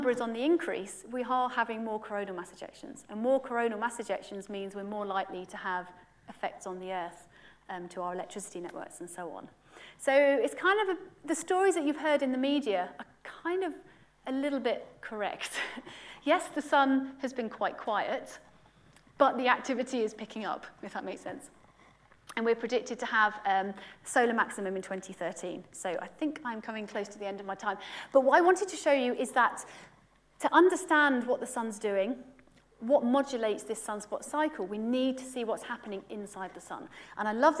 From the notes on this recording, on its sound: UCL Lunch Hour Lecture